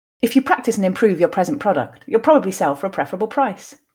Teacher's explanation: And that one is a really tricky one for people who have difficulty with the voiceless p at the beginning of words, which I know many of you do depending on your first languages. It's quite hard to quickly make the transition from the voiceless p to the voiced r.